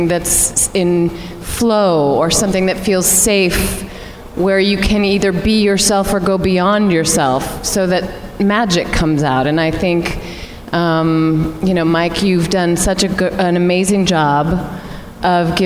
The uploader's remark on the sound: our panel at Midsummer Screams’ SEASON’S SCREAMINGS that went down at the Pasadena Convention Center